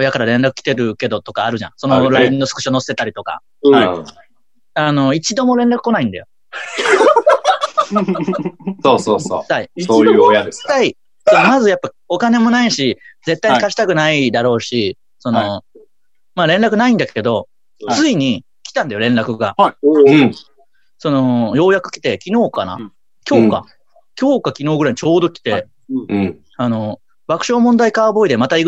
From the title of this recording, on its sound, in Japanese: リモートコラボ回